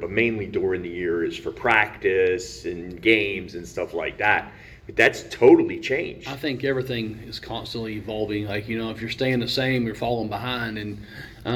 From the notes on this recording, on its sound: This interview was recorded at the TVCC Fieldhouse.